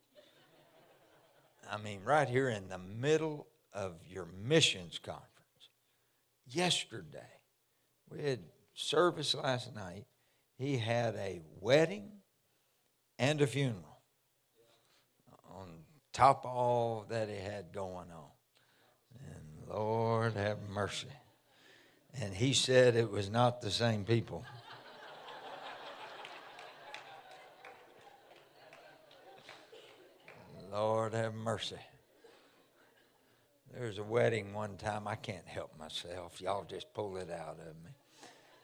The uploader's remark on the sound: for the Sunday morning service at Mission Point’s Missions Conference 2023